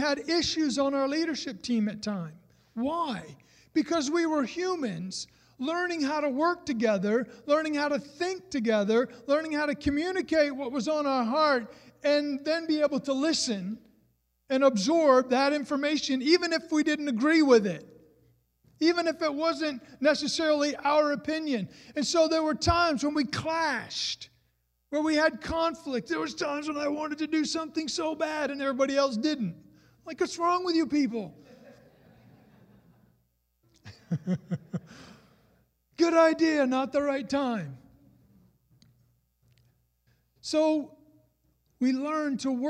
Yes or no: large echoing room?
yes